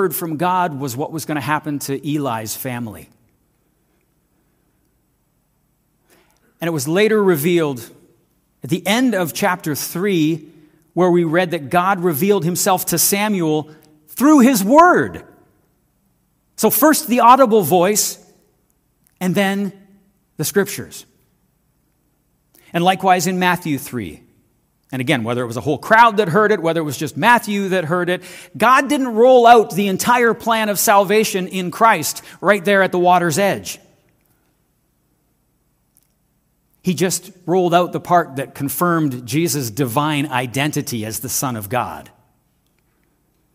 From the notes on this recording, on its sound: This audio is taken from the January 7, 2024 worship service at FBC Charlottetown.